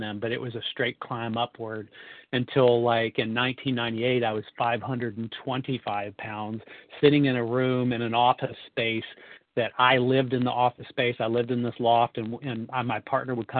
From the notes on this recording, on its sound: From the 100 Pounders Phone Meeting.